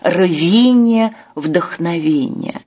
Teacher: Заканчивается стихотворение самой необычной рифмой. Эта рифма приблизительная. В данном случае расподобляются заударные гласные.